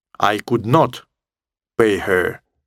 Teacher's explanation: Если not ставится отдельно, то оно и произносится отдельно, и на него ставится ударение.